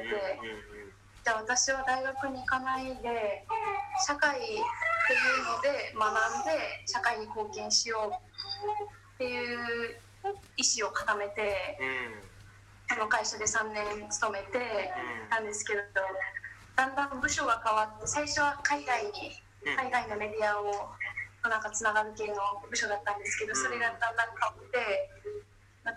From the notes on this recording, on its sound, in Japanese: 沖縄からの出演者。ZOOM収録。